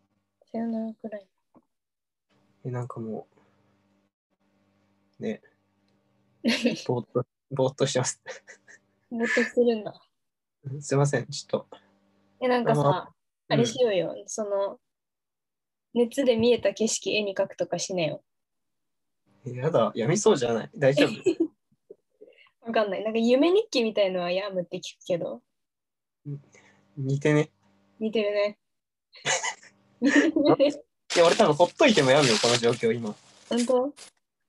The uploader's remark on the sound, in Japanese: 相方がコロナに感染したので、療養ホテルから初リモート収録です。